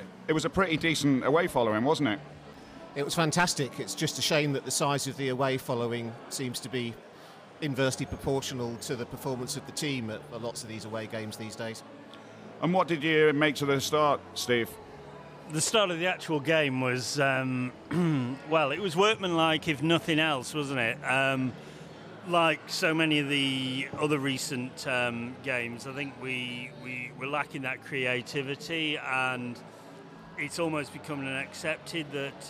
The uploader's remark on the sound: Live From Crewe Market Hall. We are on the road at the Market Hall.